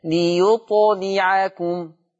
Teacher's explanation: ننتبه إلى ليطلعكم قلقلة الطاء وكسر اللام